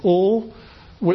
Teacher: you really lower the side of the tongue and the airflow is non-turbulent · Term: approximants